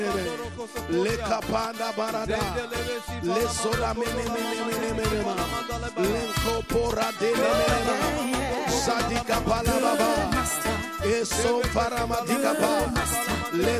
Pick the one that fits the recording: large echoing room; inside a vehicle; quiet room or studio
large echoing room